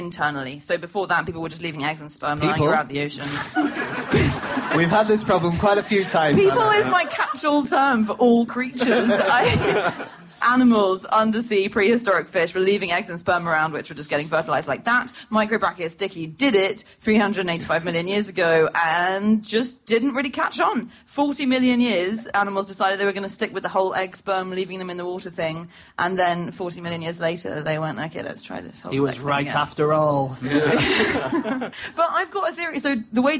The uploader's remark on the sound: Live at the Soho Theatre